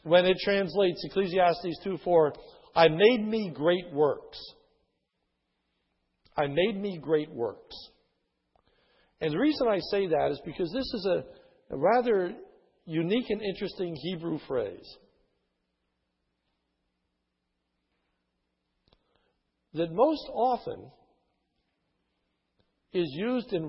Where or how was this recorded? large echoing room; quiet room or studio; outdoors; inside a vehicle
large echoing room